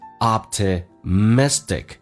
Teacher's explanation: 记住那个第二个 T 可以发成 D 这个发音